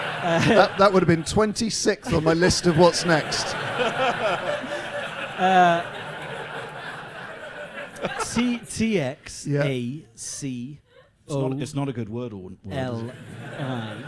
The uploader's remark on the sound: in front of an ACTUAL live audience